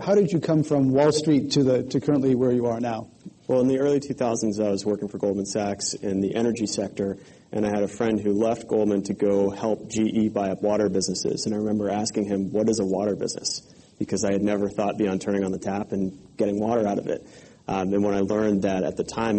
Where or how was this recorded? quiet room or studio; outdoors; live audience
live audience